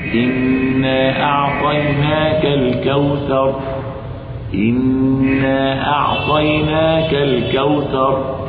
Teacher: إذن مقدار المد المنفصل عند القصر حركتين، وعند الزيادة وعند المد توسط أربع حركات أو خمس حركات.